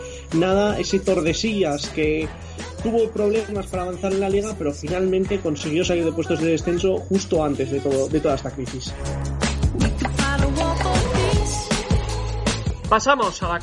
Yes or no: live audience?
no